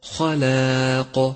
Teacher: ولاحظ تفخيم الخاء وترقيق اللام، والألف بعدها تتبعها في الترقيق والقاف بعدها مفخمة، فانتقل بين الترقيق والتفخيم ببراعة ودقة.